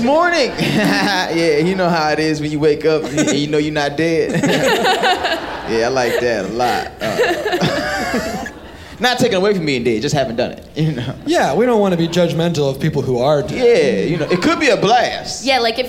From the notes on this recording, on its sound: live from Clusterfest in San Francisco